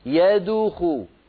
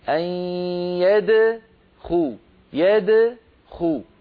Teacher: بارك الله فيك، قولي مثلي، انظري لو سمحتي، أن يدخو يدخو، يعني لا تقولي يدخو، انظري سأنطق الخطأ، يدخو هنا ضممت شفتي عند الدال والدال ساكنة مقلقلة، الضمة للخاء التي بعدها · Shown in: second take